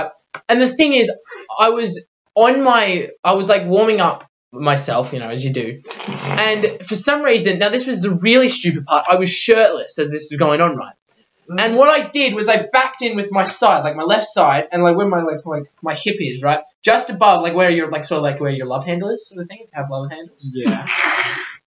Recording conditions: poor microphone